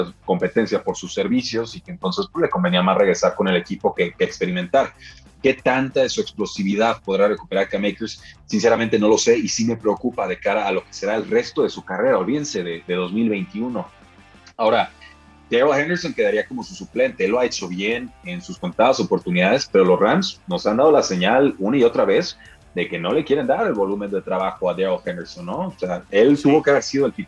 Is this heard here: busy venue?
no